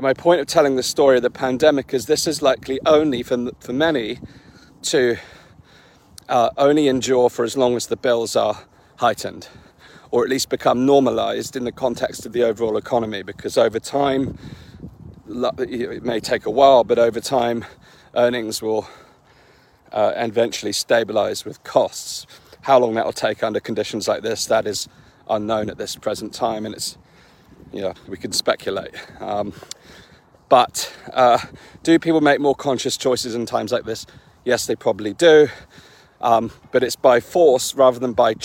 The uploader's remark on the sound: In this walk & talk